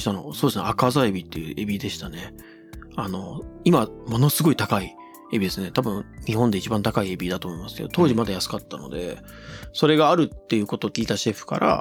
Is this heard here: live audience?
no